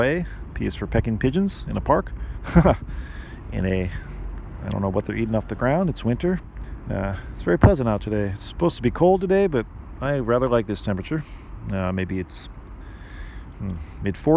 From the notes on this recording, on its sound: I recorded most of this episode in a park waiting for a meeting